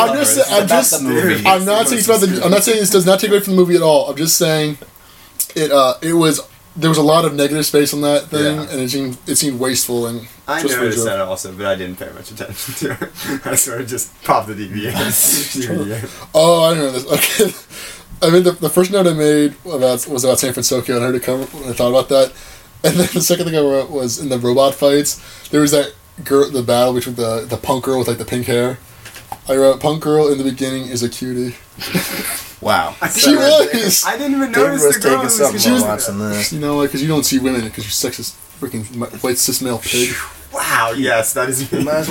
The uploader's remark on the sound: It's the second podcast, and things still sound terrible.